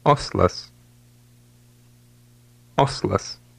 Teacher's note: When the L in Lithuanian is followed by an A or an O, it does resemble the English L and is called a hard L.